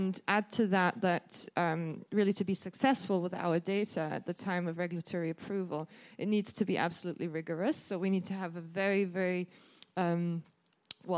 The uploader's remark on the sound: a panel discussion presented at the 2019 Patients as Partners EU conference